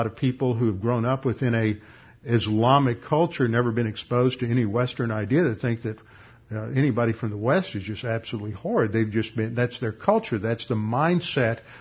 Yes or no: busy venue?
no